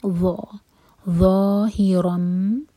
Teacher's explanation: ظا کے لیے ہماری زبان اوپر والے دانتوں کو ٹچ کرنی چاہیے اور منہ بھر کر پڑھیں گے